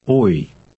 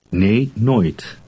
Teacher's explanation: It's an O sound followed by a short I.